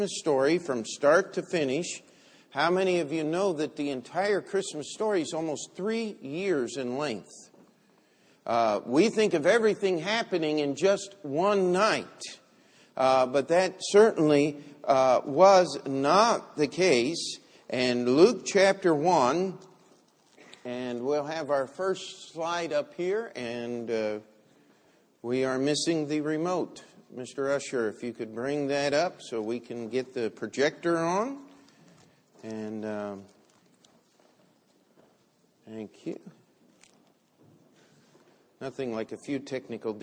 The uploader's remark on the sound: Christmas Sunday Service